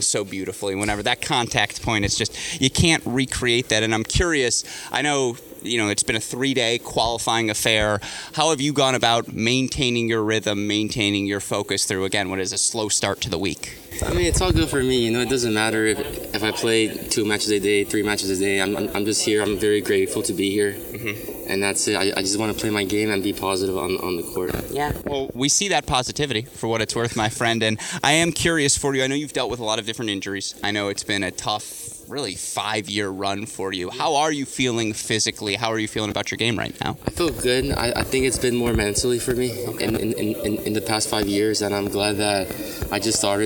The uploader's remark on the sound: live from the Cranbrook Tennis Classic